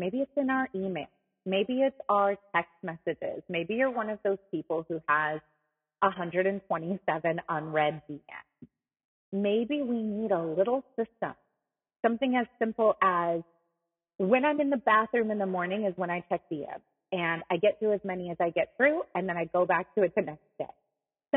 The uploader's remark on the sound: This episode has some rough audio quality